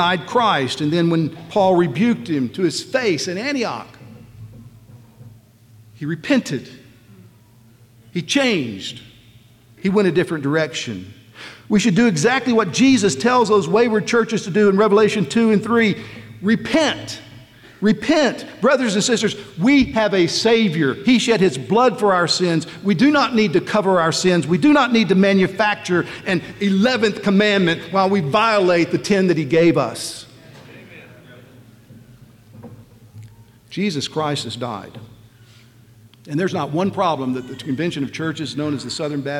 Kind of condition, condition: setting, live audience